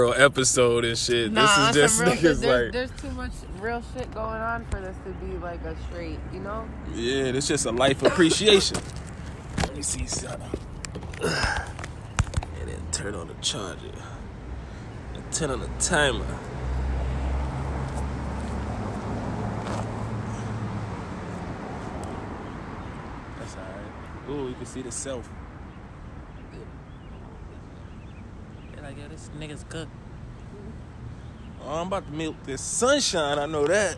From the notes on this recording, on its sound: This episode was recorded outside.